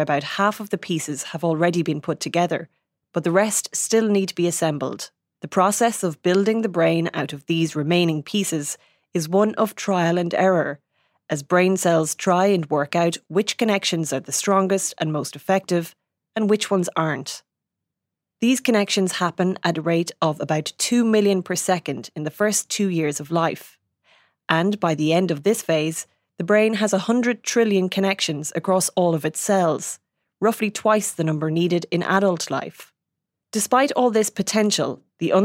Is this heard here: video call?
no